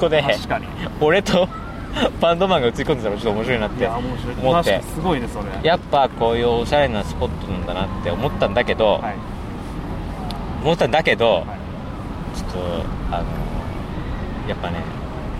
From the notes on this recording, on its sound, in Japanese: 赤レンガ倉庫でタコス祭りロケ。そんな最中、すぐ側で勃発した女子高生VSおじいさん。